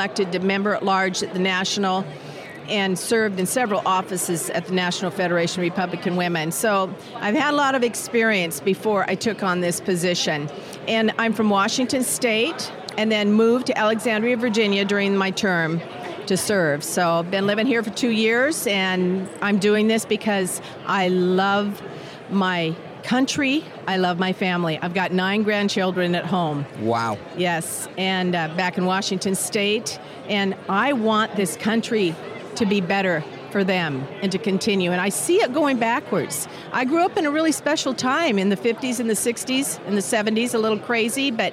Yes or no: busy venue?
yes